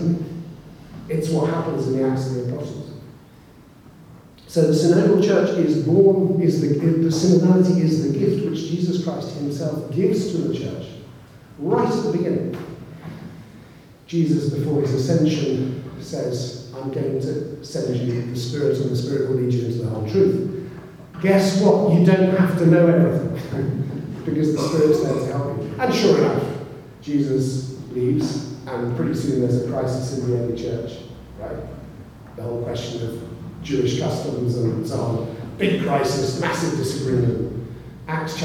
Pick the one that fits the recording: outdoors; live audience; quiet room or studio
live audience